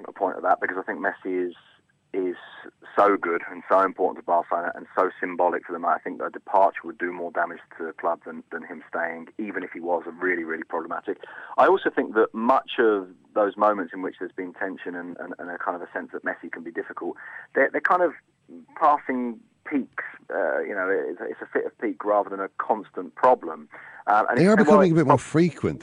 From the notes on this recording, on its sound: is on the line